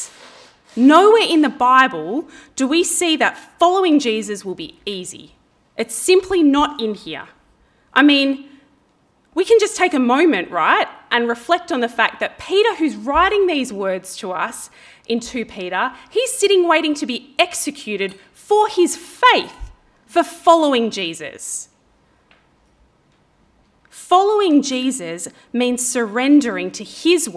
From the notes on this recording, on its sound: This talk was preached on 19/09/23 at Helensburgh and Stanwell Park Anglican Church.